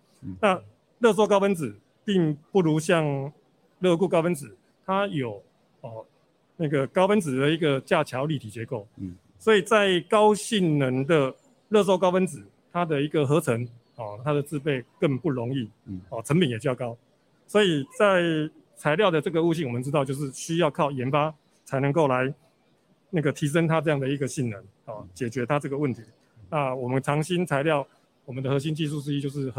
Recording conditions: busy venue